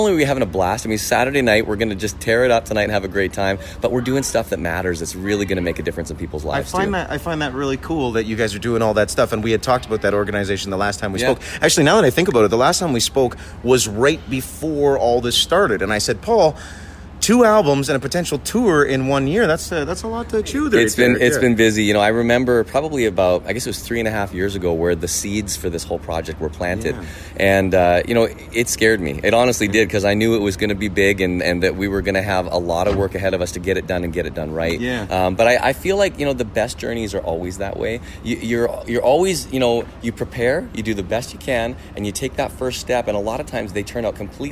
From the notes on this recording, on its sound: Recorded backstage during The Journey Tour at Budweiser Gardens in London.